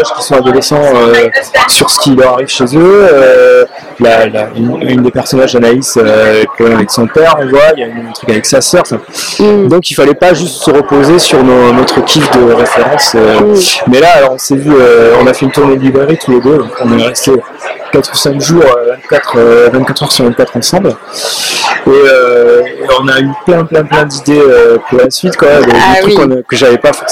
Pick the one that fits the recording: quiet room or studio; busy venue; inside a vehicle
busy venue